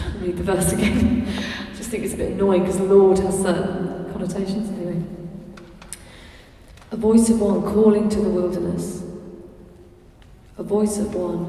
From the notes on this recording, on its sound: In this final session of the Moot Lent Course 2012 at the Guild Church of St Mary Aldermary in the CIty of London